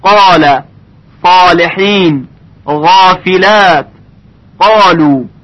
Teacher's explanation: میبینیم که گفته نمیشه قال یا صالحین، گفته میشه قال صالحین، غافلات، قالو. صدای الف در این مثالهایی که زدیم تفخیم میشه، یعنی درشت ادا میشه. و اگر بعد از حروف مرققه، یعنی بقیه حروف الف با که به غیر از حروف استعلا هستند، الف قرار بگیره، صدای الف ترقیق میشه، یعنی ظریف ادا میشه، مثل کتاب، یعنی گفته نمیشه کتاب.